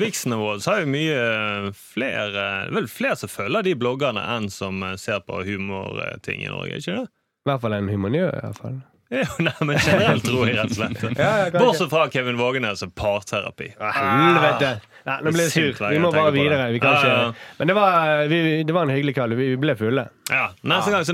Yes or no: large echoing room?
no